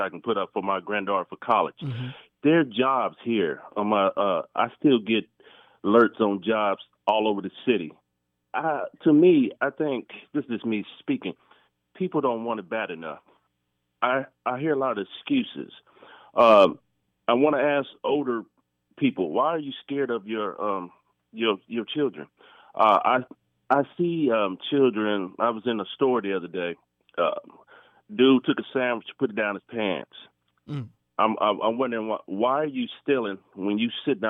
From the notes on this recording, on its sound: We open the phone lines